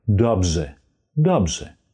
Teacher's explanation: The R and the Z are melting together.